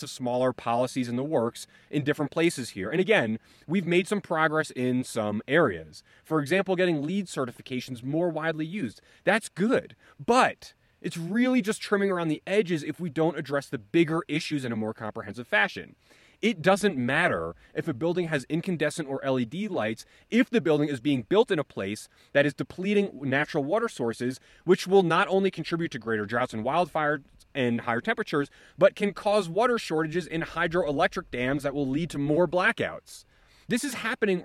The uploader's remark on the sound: recorded in Dixie National Forest in Utah